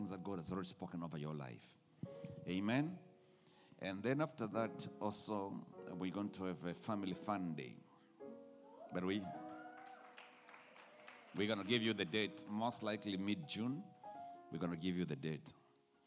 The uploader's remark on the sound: The Message Was Recorded Live at The Apostolic Hub.